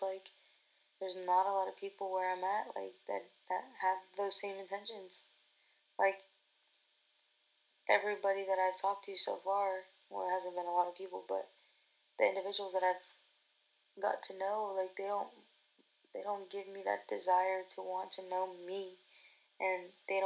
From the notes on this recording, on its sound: My first episode recorded back in Feb. There's still things that I gotta learn & improve on w the audio but jus be patient w me.